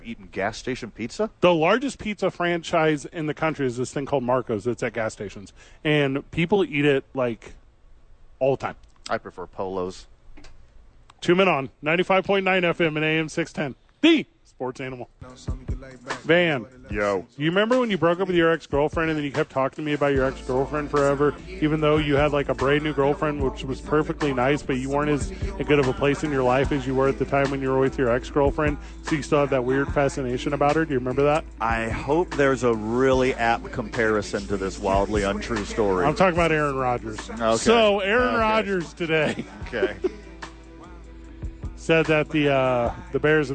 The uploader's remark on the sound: live at the ABQ DUKE Store